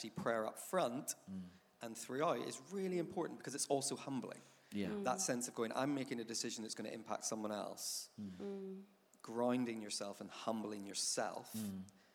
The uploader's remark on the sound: Recorded live at SERVE the Youth & Children’s Ministries Conference in February 2020.